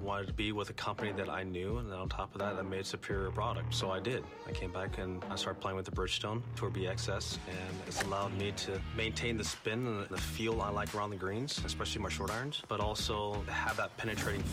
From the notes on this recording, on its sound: broadcasts live from the Streamsong Resort in Florida